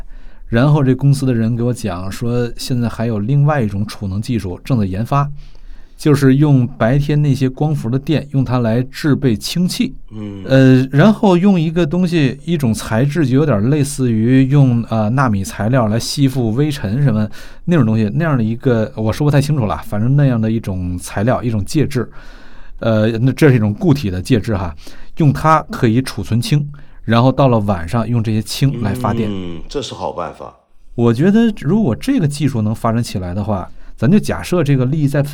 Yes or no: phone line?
no